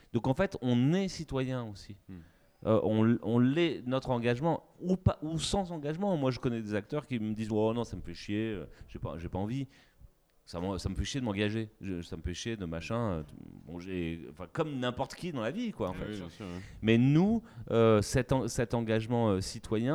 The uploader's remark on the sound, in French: Les 1er et 2 février 2020, l'équipe du NVTL Podcast, invitée aux Etats Généraux de l' AAFA - Actrices et Acteurs de France Associés, a enregistré des discussions avec différents participants.